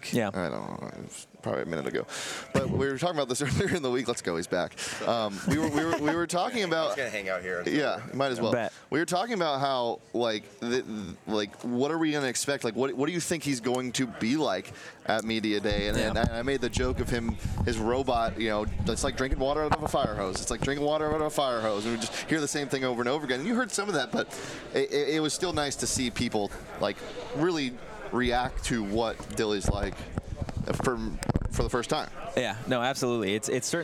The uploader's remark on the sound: live from Pac-12 media day